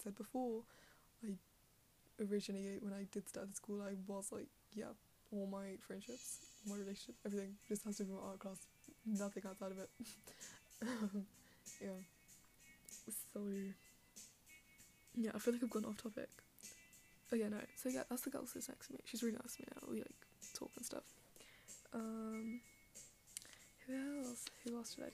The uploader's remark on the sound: more background noise for you